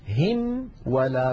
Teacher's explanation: الميم بانطباق الشفتين والواو بانضمامهما من غير انطباق مع بقاء فرجة إلى الأمام